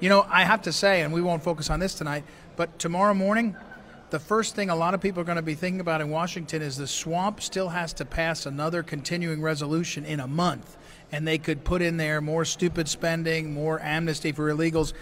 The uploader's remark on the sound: Live from Golden Hall!